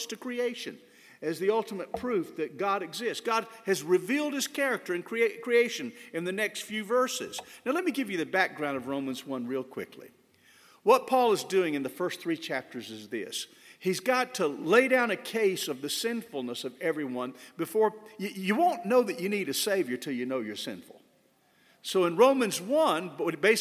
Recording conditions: large echoing room